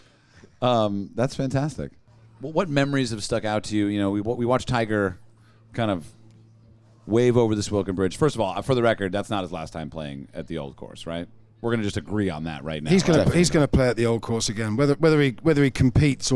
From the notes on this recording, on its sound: Weekend Storylines at The Open | Live From Scotland. Thank you to Sounder for hosting us at The Open!